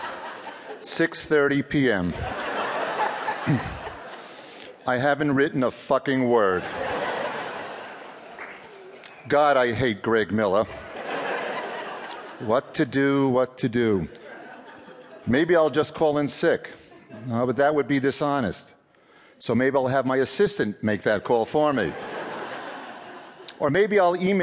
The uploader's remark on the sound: This piece was recorded at Un-Cabaret's reading series "Say the Word", featuring great comedy writers reading their own original first-person nonfiction at the Skirball Cultural Center in Los Angeles.